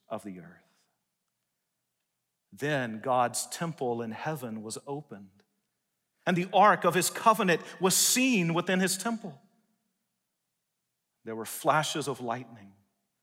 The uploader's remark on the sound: delivered a message in #SWBTSChapel